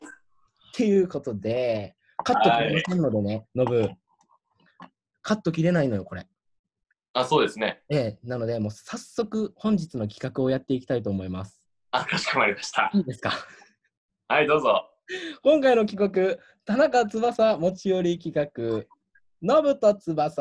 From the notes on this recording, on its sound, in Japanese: 東京を舞台に活動する劇団、幻ノ國がお届けするラジオ。初のzoom画面収録ラジオ。